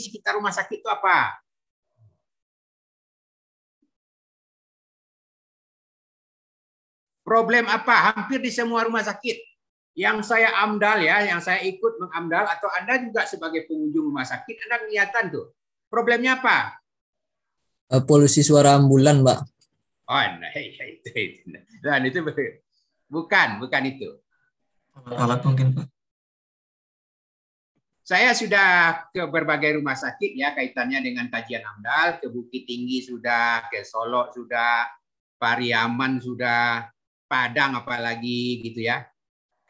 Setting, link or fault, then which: link, video call